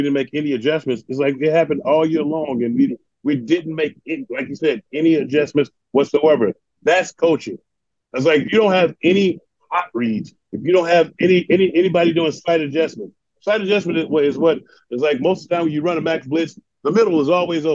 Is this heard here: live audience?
no